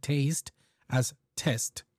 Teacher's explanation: the simplification of vowel sounds. Most Zambians may regard taste and test as homophones, for example.